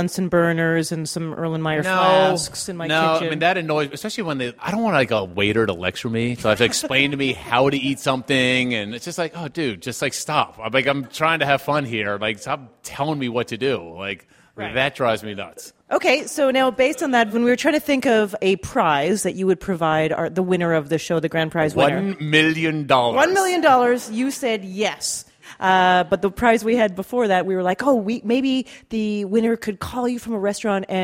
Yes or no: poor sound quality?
no